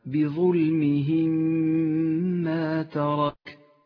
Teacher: والآن الإدغام الشفوي في قوله تعالى بظلمهم ما ترك، تدغم الميم الساكنة مع الميم المتحركة فتصيران ميما واحدة مشددة تغن بمقدار حركتين